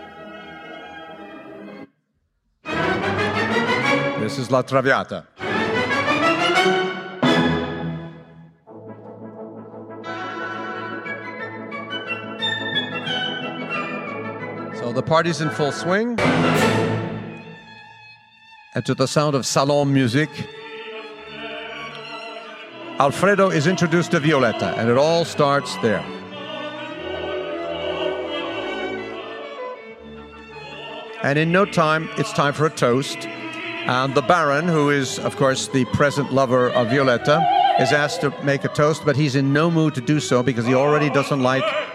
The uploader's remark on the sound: LA Opera’s pre-performance lecture on June 1, 2019